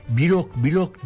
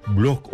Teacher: B ile L arasına ünlü harf sıkıştırıp kurtuluyoruz bu eziyetten. · Shown in: first take · L harfi de ince olacak.